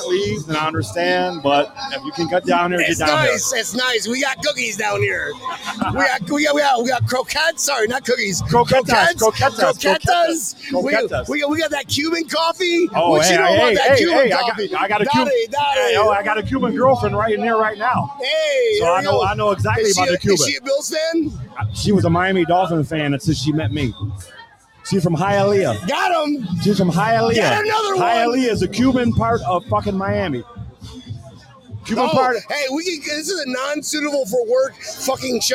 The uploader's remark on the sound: Bills Backers Miami hosted a Bills Mafia Appreciation Party this past weekend! Live interview with fans from the Booze Garden!